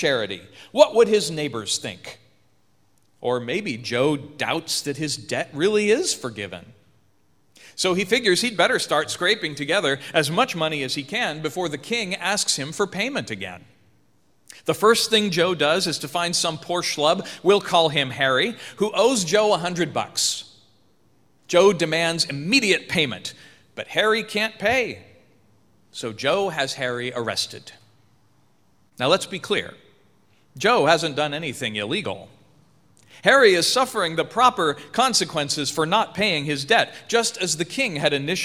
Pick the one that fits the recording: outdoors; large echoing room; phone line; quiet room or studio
large echoing room